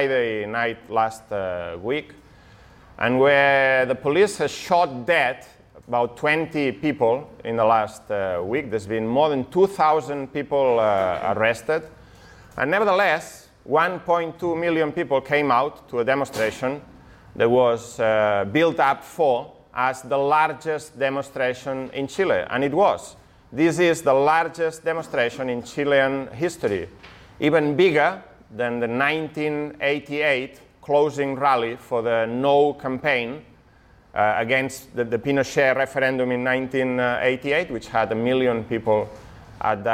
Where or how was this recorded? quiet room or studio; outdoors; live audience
live audience